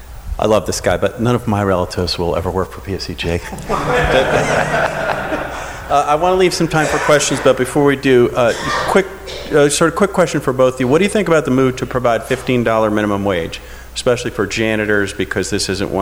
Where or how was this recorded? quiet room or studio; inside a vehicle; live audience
live audience